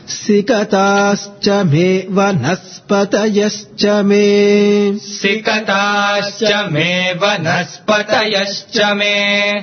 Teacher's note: Na carries a downward intonation, so it becomes Sikatascha me vanaspatayascha me Sikatascha me vanaspatayascha